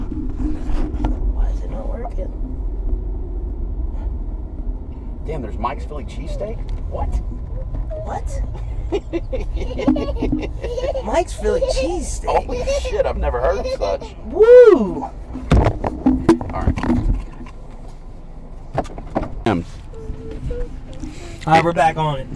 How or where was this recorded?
inside a vehicle